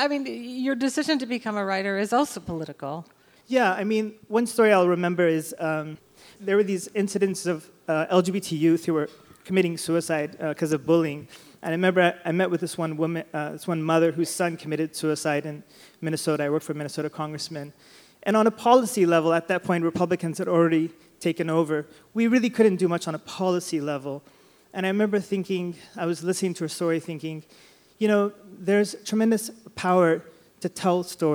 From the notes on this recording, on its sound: At The Aladdin Theater in Portland, Oregon. Answer questions from the audience in rapid-fire fashion.